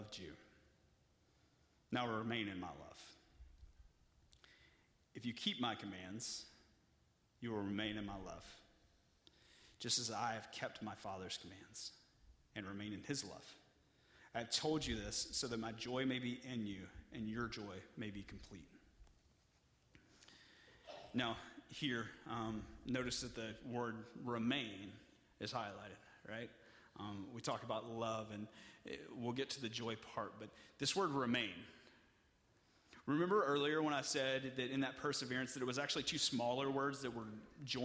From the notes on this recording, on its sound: (Message Audio Only) During our Nexus service